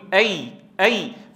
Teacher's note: فحين تنطق بالياء غير المادية تقول أي أي، فأنت تعتمد على وسط اللسان بدرجة أكبر